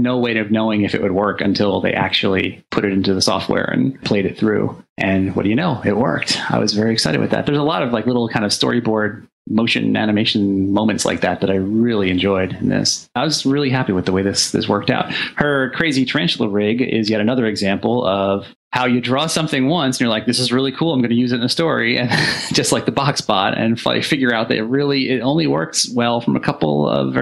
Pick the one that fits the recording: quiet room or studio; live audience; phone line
quiet room or studio